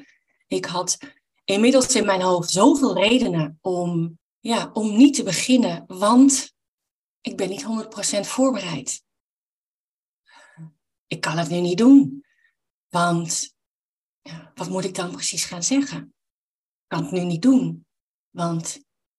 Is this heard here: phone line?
no